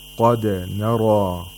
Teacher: whenever the articulators touch the place of articulation of dal, they quickly come apart and retract so that the sound of dal is heard clearly